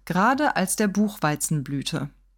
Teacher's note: Ich würde es wahrscheinlich auf Buchweizen betonen